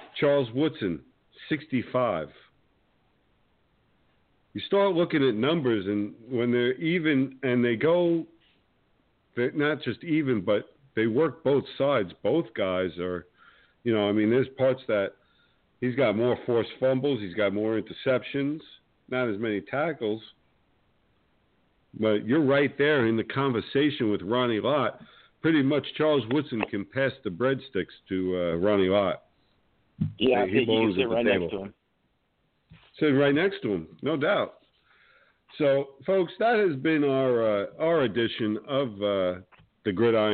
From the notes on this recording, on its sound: With guest call in expected